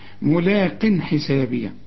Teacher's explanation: التنوين اللي بعده ح مفيش غنة، الحاء من حروف الإظهار